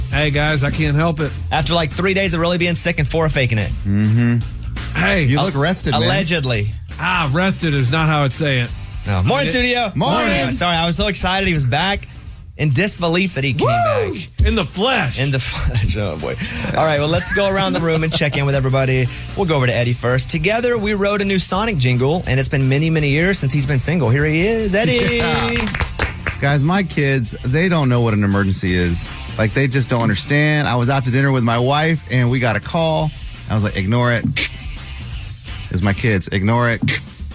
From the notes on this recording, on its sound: he called in to defend himself